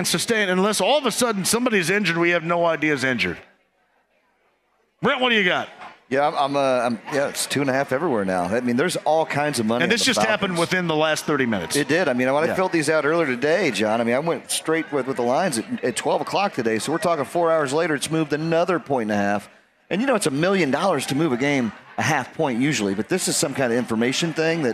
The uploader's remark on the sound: starts from Britton Tavern